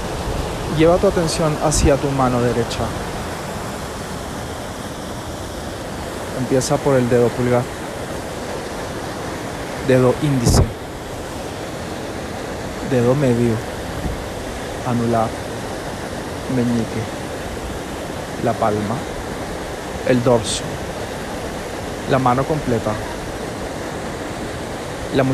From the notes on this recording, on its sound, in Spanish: Este episodio grabado en una catarata natural ubicada en el mágico Valle Sagrado.